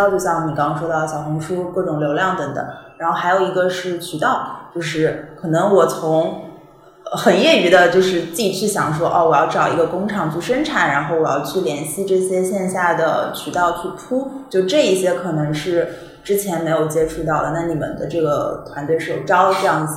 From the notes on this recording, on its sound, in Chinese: 虽然当时办公室装修还比较毛坯。本期线下录制有环境音，不影响对话内容收听。